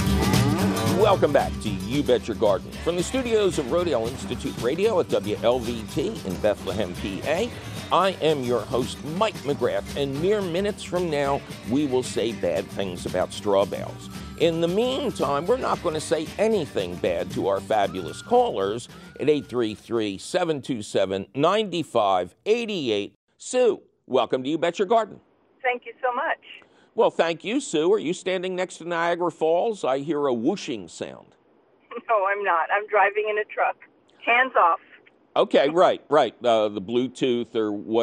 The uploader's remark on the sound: Otherwise, its a fabulous phone call questions show!